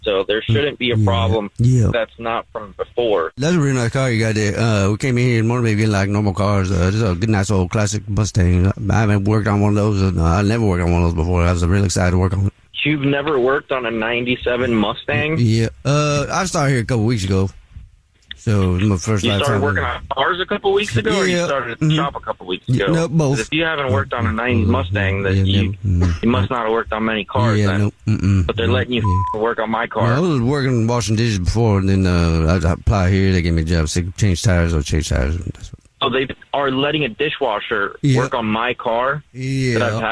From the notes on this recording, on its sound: phone prank style